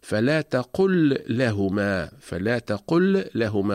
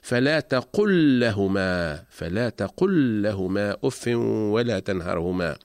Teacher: فلام الفعل الساكنة أتت متطرفة في آخر الكلمة وأتى بعدها حرف اللام المتحرك، إذن تدغم لام الفعل الساكنة في لام لهما، ويحذف السكون من فوق لام الفعل ويتم تشديد اللام الثانية، وذلك للدلالة على الإدغام، فتقرأ لاما واحدة مشددة ولا يتم الفصل بين اللامين · Shown in: second take · فلا نقول في هذه الحالة فلا تقل لهما، فلا تقل لهما، وإنما نقول فلا تقل لهما، فلا تقل لهما أف ولا تنهرهما.